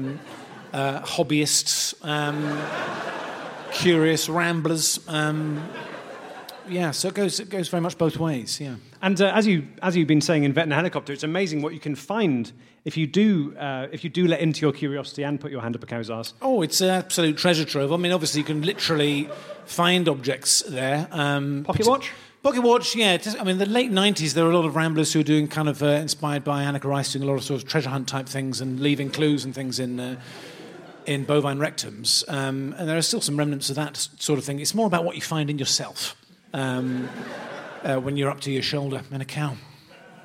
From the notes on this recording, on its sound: Live At The European Barn Doors And Gates Expo. This live episode, recorded at this year's European Barn Doors And Gates Expo.